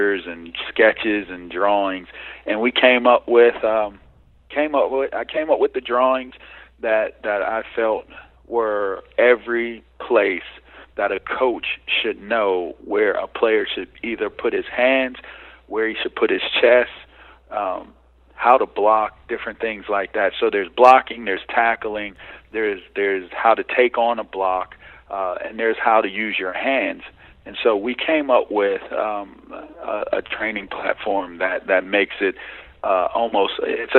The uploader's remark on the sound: calls in with a truly unique interview